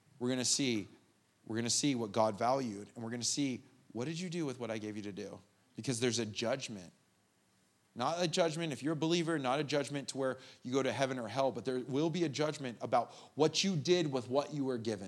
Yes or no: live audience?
yes